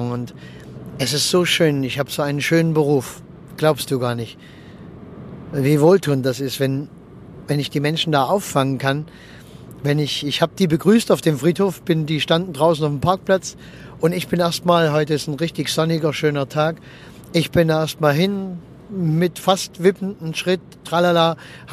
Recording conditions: inside a vehicle